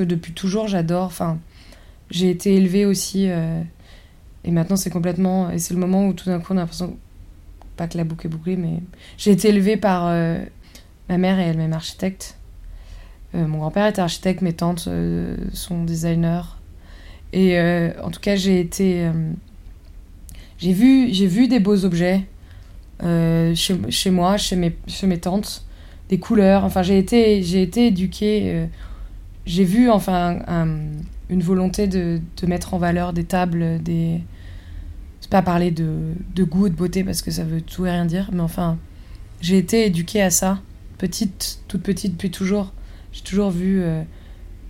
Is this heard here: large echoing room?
no